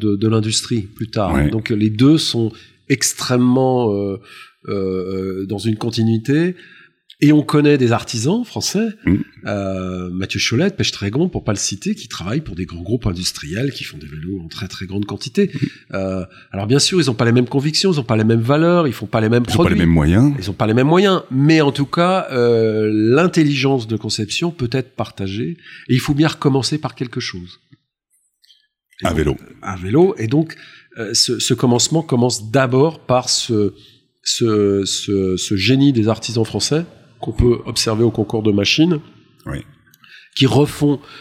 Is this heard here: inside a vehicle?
no